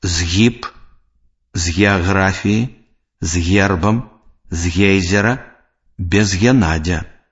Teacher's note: Звонкі зычны «з» перад мяккім зычным «г» вымаўляецца цвёрда.